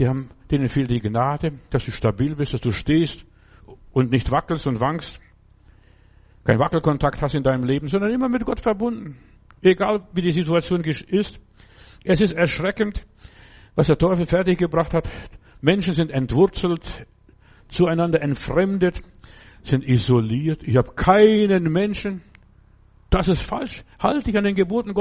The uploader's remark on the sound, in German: im Gemeinde-Zentrum in Berlin aufgenommen